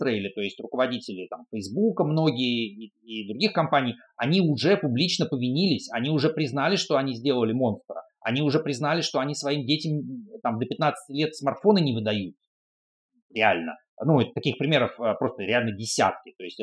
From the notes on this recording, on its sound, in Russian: Извиняюсь за качество звука